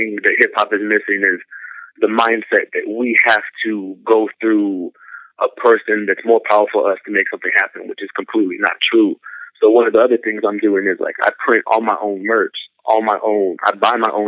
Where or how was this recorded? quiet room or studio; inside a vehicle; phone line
phone line